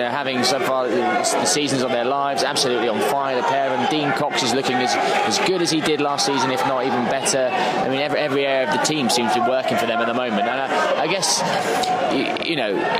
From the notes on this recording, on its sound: We also bring you our unique commentary on the game as it unfolds. Live from 'The Griffin' pub.